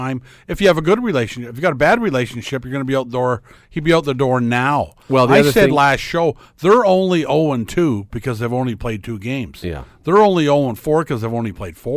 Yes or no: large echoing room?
no